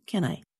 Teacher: The two small words, can I, sound like one word with two syllables